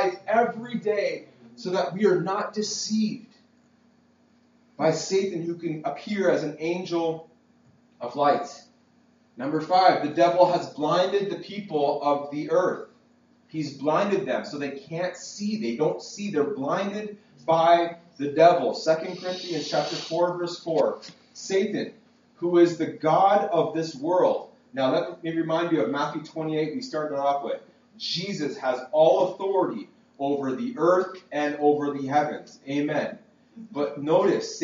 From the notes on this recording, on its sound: This message was preached at Freedom Life Church in Kitchener Ontario. PLEASE FORGIVE THE POOR QUALITY AUDIO!